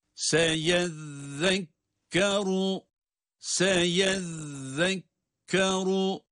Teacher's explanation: Yine peltek bir zel harfi, şeddeli okunuyor. Sonunda ra harfi yine kalın.